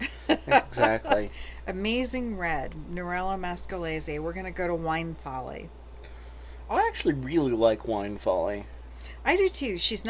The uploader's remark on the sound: Sit outside on a starry night.